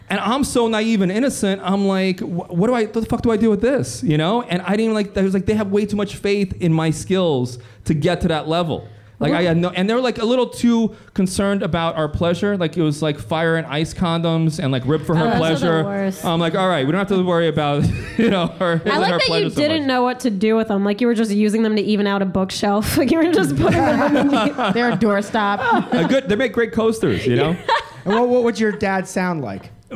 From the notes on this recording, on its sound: Enjoy our live show recorded in front of a fun, rowdy crowd at the Museum of Sex Play Lounge.